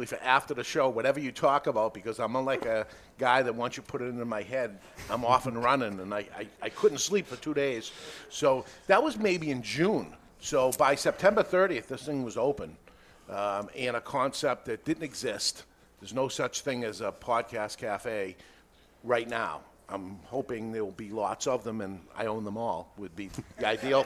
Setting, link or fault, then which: setting, live audience